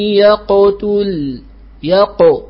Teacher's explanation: القاف هنا ساكنة فتأخذ درجة الحرف الذي قبلها الياء مفتوحة تأخذ درجة المفتوح، إذن فهي في أعلى درجة